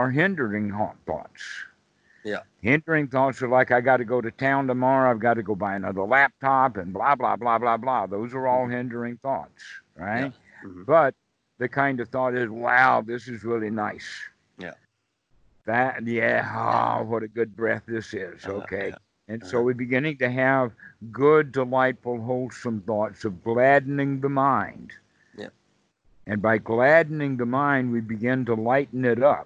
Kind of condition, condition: link, video call